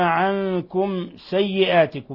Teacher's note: ميم ساكنة جاء بعدها السين إظهار شفوي